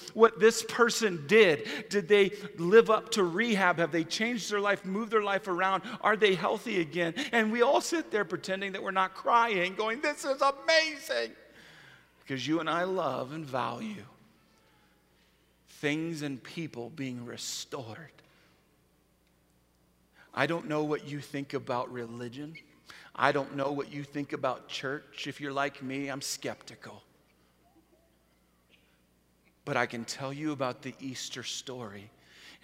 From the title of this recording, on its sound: Easter at the Civic Center